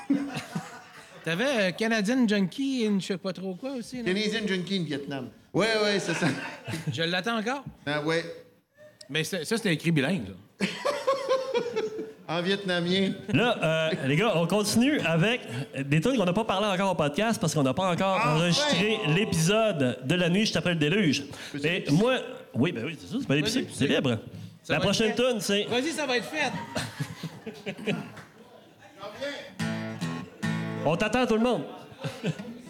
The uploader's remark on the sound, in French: Épisode enregistré devant public au Cheval Blanc à Montréal le 3 septembre 2023.